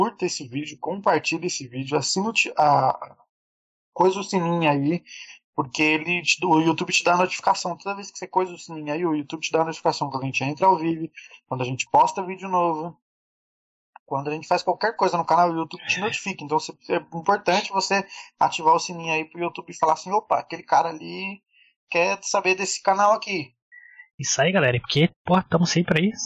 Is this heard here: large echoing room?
no